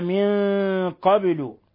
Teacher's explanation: نون ساكنة جاء بعدها القاف، الحكم التجويدي إخفاء حقيقي